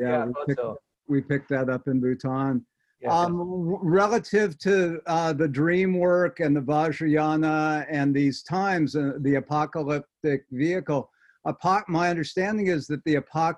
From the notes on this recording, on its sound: Virtual Hangout.